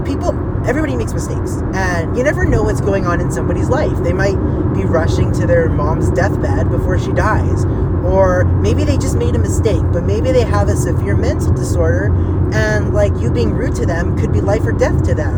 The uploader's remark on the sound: life updates while driving!